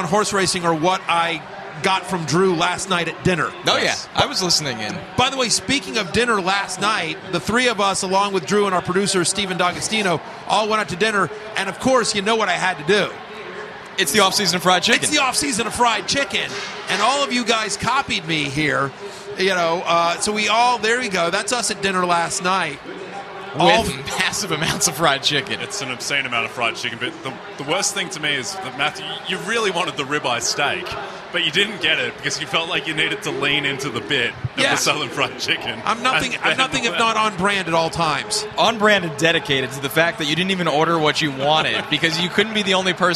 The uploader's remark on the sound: Live from Churchill Downs